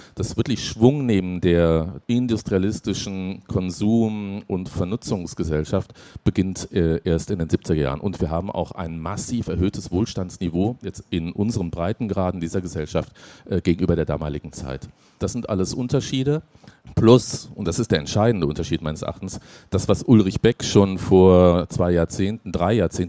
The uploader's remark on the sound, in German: auf der Leipziger Buchmesse